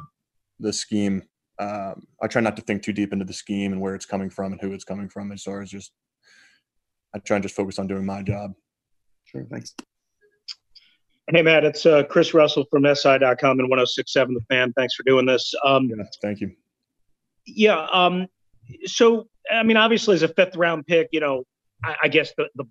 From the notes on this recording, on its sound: Zoom Press Conference.